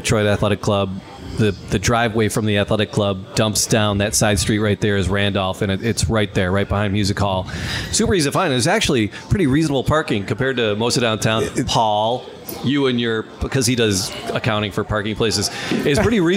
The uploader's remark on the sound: We broadcast live at La Casa